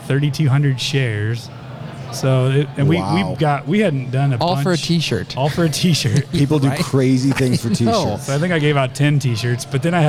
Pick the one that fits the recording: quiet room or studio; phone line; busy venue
busy venue